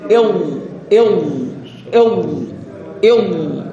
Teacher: الهواء اللي دفعه أته هواء الزفير يدفع ظهر اللسان، ظهر اللسان، عندما يدفع ظهر اللسان سوف يمتد اللسان، هذا امتداد يسموه استطالة. هذا الامتداد رأس اللسان طرفه يلامس اللام بامتداده، مو يمتد يلوح الثنيتين، هذا المقصود من عنده.